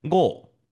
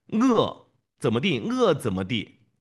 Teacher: 自贡方言的我呢，更加的倾向于圆唇，而陕西方言当中的这个我呢，可能有点偏向于展唇音